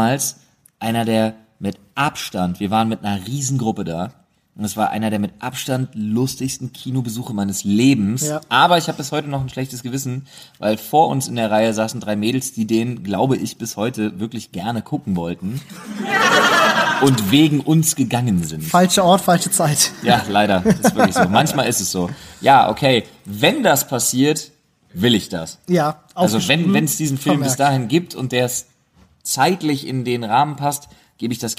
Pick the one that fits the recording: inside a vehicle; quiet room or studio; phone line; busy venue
busy venue